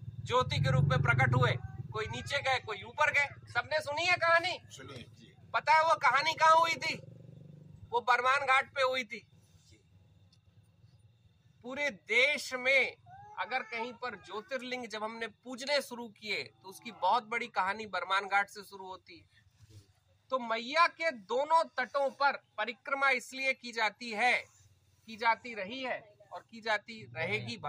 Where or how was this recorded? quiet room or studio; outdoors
outdoors